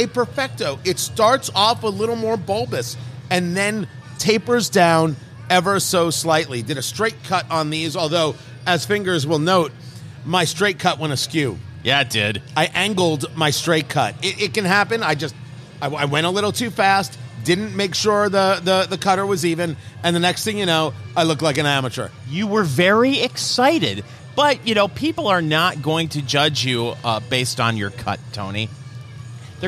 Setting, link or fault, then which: setting, busy venue